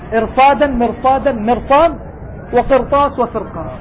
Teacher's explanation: خمس كلمات فقط في القرآن فخمت الراء مع وجود كسر أصلي قبلها